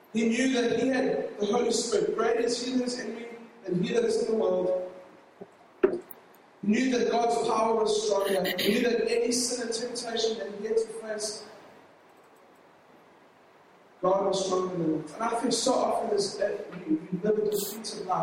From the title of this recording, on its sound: LOW QUALITY